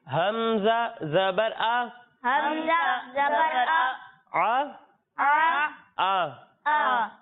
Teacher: جب ہم حمزہ کی ادائیگی کریں گے تو اسے حلق کے نچلے حصے سے پڑھیں گے